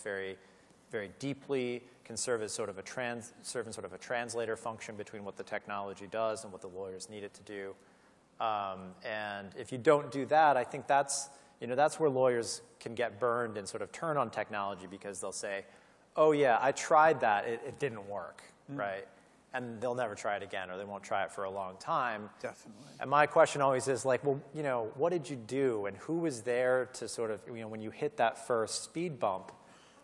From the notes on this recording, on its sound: you'll hear the session recording from LegalWeek New York in February 2018